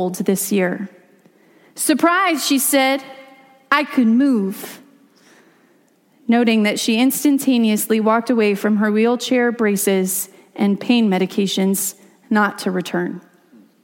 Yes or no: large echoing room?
yes